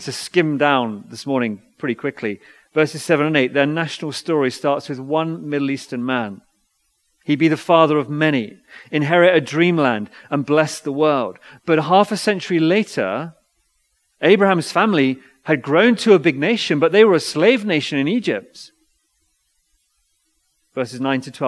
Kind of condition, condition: setting, large echoing room